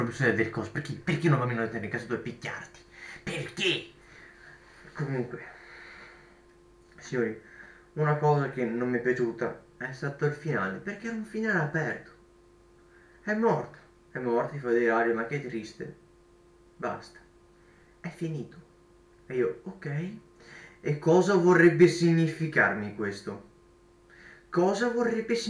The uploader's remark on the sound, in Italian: scusate l'audio un po' metallico ho sbagliato a settare il microfono.